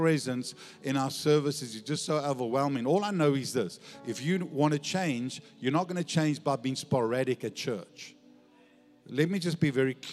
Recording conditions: large echoing room